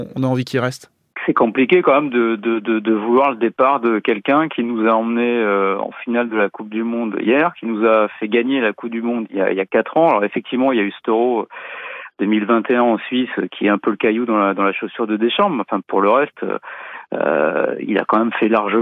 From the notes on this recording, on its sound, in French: quelques minutes au téléphone